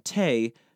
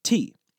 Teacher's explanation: during the mid-18th century, that A sound in te shifted to an E sound, thus giving us tea.